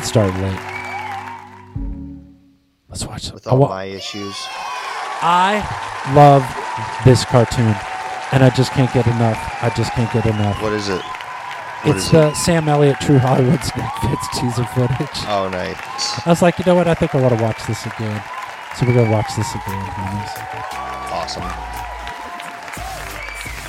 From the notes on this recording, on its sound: Filmed in front of our live Studio Audience.